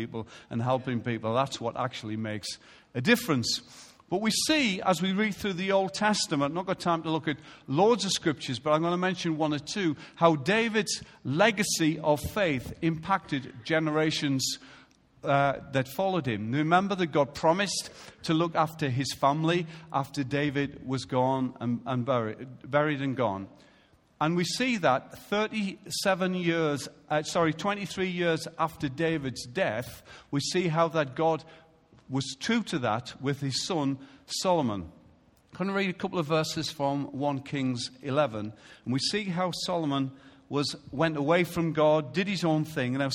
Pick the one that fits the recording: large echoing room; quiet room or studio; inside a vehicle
large echoing room